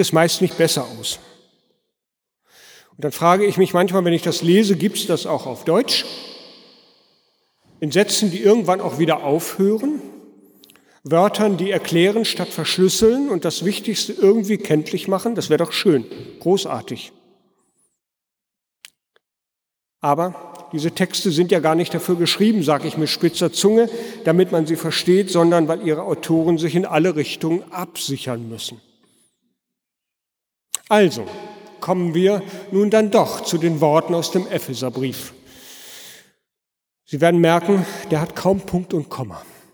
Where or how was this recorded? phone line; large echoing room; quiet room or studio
large echoing room